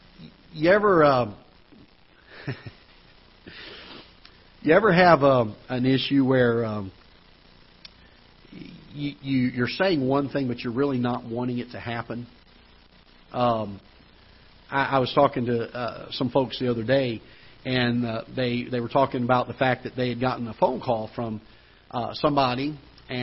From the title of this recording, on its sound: Ketha Heights Baptist Church ~ Live Broadcast